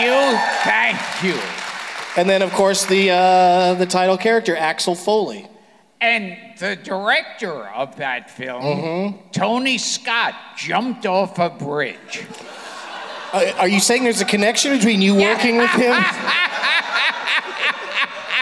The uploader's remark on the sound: Live from the Millennium Biltmore Hotel in Los Angeles. A special LA Podfest edition of the show.